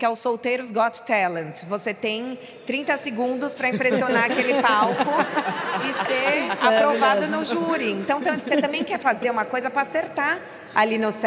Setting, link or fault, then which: setting, live audience